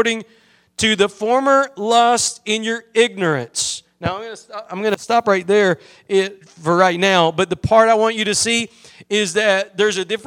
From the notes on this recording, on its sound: Preached at Gospel Lighthouse in Bossier City, La.